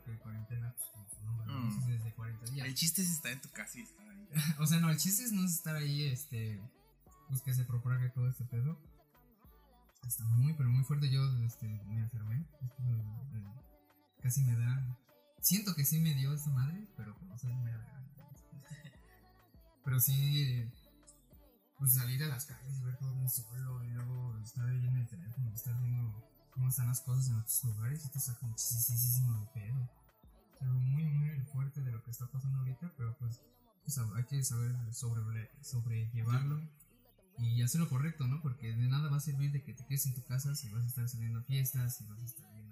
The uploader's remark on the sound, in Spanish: Una disculpa por el audio estamos pasando por temas técnicos